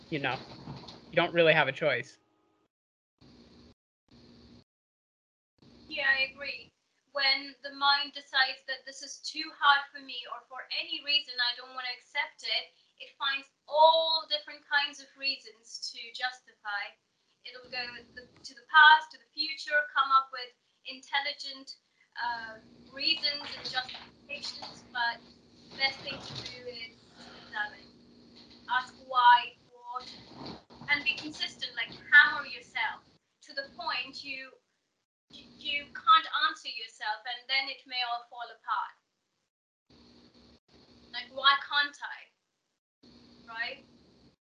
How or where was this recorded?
video call